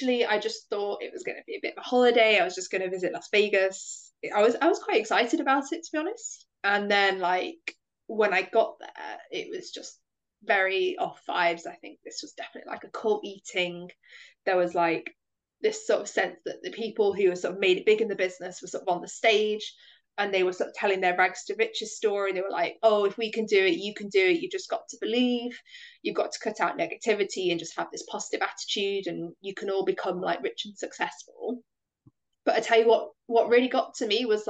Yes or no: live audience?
no